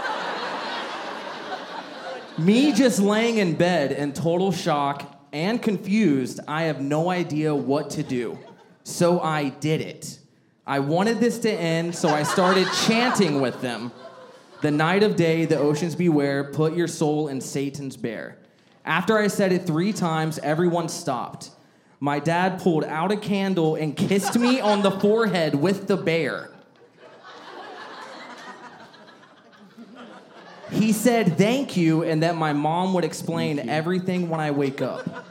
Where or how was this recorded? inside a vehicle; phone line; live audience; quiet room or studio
live audience